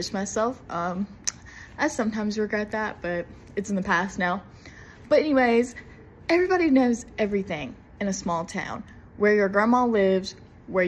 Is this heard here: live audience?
no